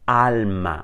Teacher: Reparem como em alma a primeira e a última vogal fazem o mesmo som.